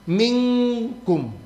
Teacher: Nun sukun atau tanwin ketemu dengan qaf atau kaf. Nun sukun atau tanwinnya itu langsung berbunyi ng. · Term: ikhfa